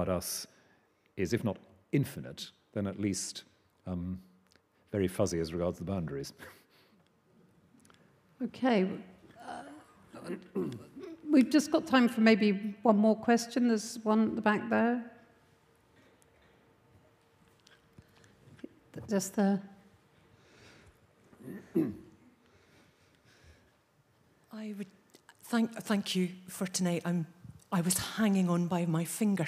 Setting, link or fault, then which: setting, large echoing room